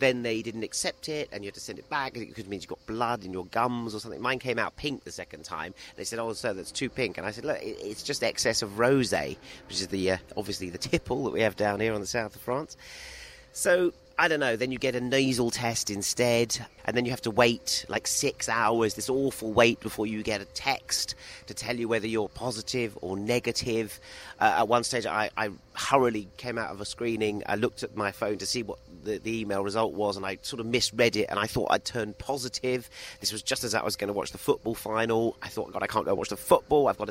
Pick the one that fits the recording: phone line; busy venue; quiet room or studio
busy venue